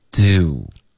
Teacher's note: 注意这个嘴唇的滑动，开头它是放松的，结尾它是嘟起来的